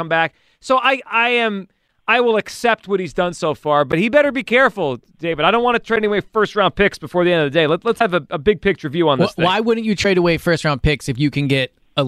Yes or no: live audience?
no